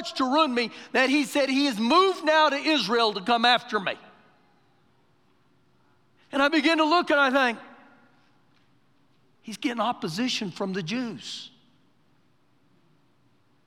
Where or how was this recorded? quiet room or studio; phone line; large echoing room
large echoing room